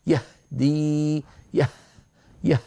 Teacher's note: تعمدت إبعاد الوترين جدا فتدفق الهواء وضعف صوت الهاء